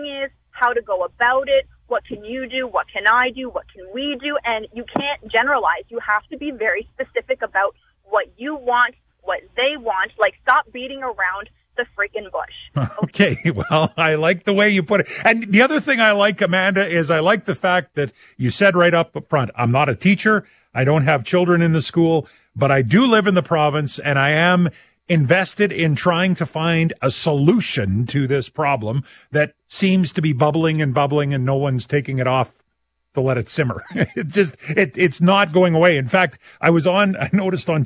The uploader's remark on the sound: opens up the phone lines to take your calls